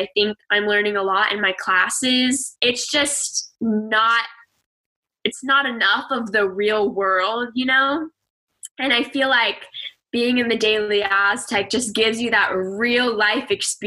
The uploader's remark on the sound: this episode was recorded via Zoom, so the audio will not be as clean in some parts of the show